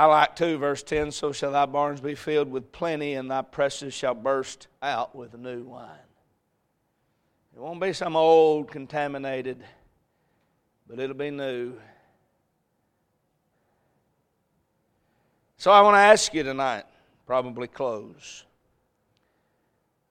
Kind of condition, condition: setting, large echoing room